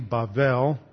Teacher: Babel or Bavel, this is a hard B, this is a soft B, so it's sometimes pronounced like a V